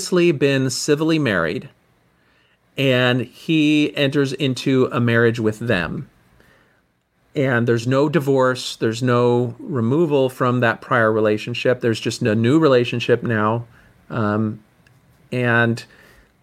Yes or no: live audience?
no